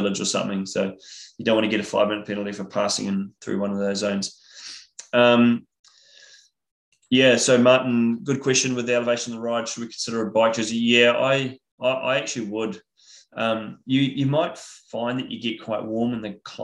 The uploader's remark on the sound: IRONMAN World Championships Nice webinar audio